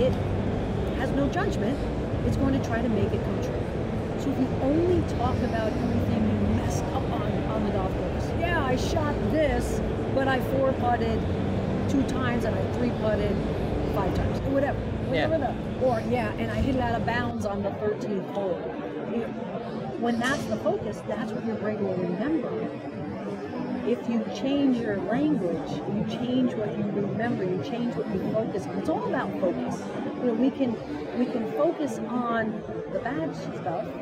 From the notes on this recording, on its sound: Live From the Floor of the PGA Merchandise Show.